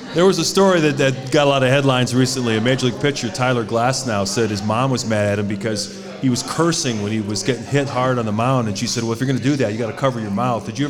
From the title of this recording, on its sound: Live From Salutos in Gurnee